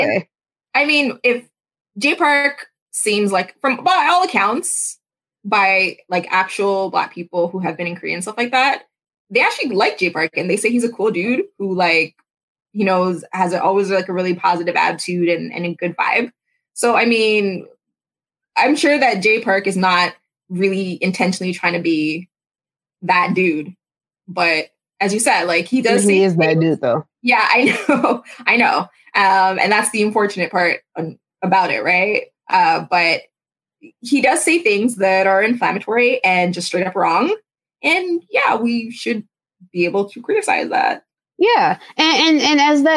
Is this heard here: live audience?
no